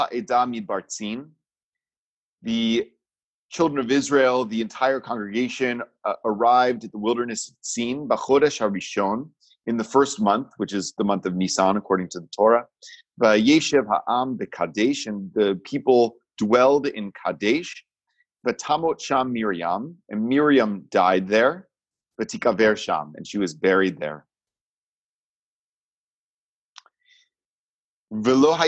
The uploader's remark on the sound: Recorded at Temple Beth-El’s virtual Shabbat morning gathering. Is recorded during virtual gatherings of Temple Beth-El in Richmond, Virginia.